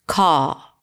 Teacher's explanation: in British English, the R drops and you'll hear something like ka instead of car